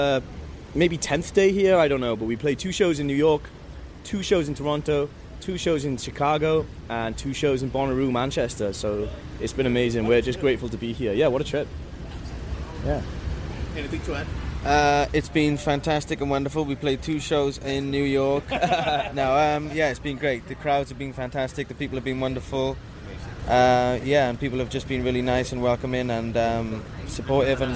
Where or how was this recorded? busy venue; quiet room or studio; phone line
busy venue